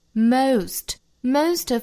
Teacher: Most 这个单词呢发成 o 双元音的滑动